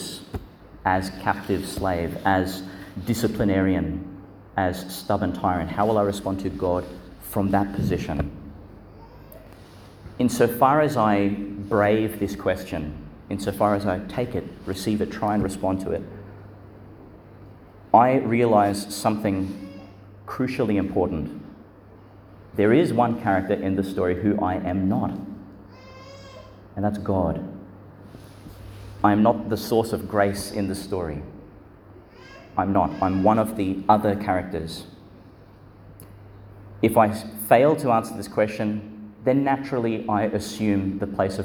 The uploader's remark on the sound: delivered in Our Lady Star of the Sea, Gladstone, and Our Lady of Mount Carmel, Mt Larcom, Qld.